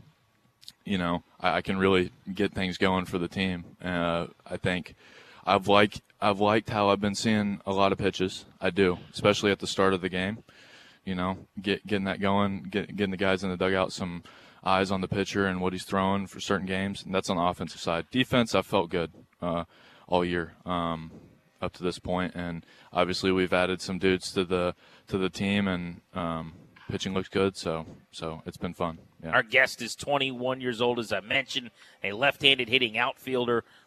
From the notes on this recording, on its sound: Live from the home of the Bowie Baysox as the Harrisburg Senators are in town for a week long series.